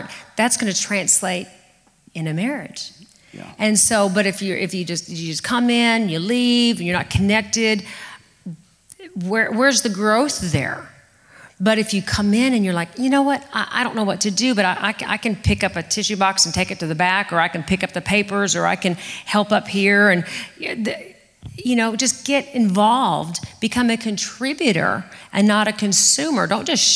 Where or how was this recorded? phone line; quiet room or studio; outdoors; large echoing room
large echoing room